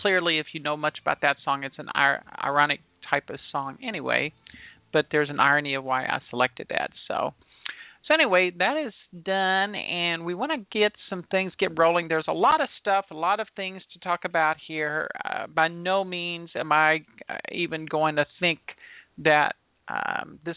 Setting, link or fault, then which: link, phone line